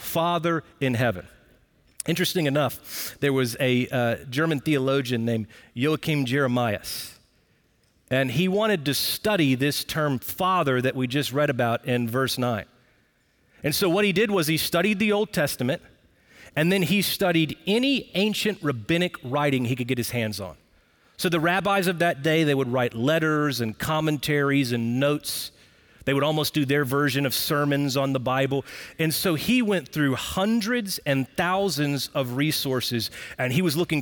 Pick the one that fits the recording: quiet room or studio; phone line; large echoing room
large echoing room